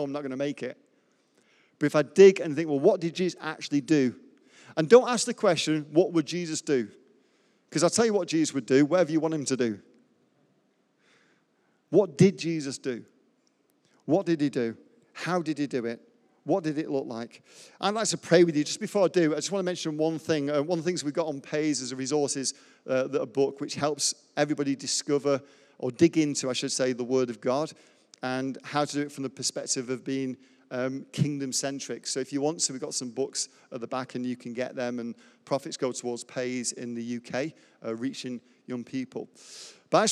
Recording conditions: large echoing room